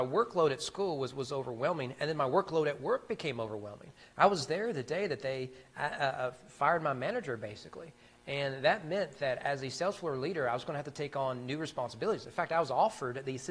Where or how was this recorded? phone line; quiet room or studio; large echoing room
large echoing room